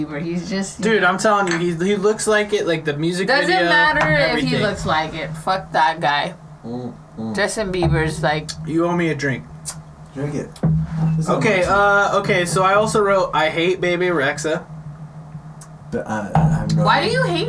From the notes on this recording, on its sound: Enjoy our newly renovated, purely conversational drunk-style podcast and bear with us while we get used to our new mics!